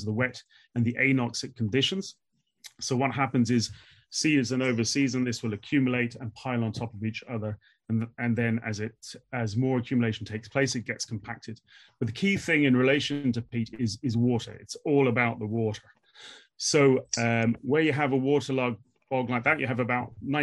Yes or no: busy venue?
no